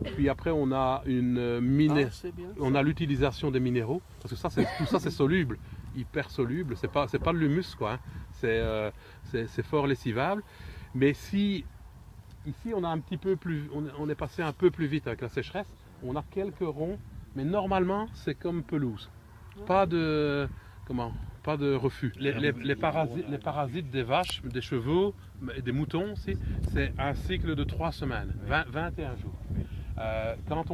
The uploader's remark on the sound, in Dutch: Beluister zijn getuigenis die werd opgenomen tijdens de Wervel-excursie.